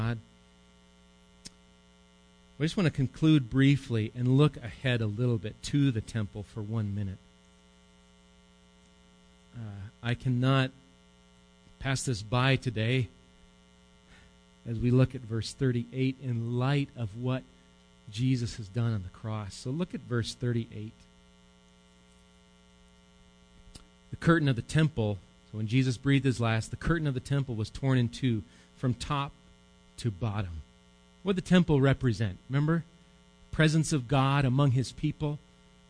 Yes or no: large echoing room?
yes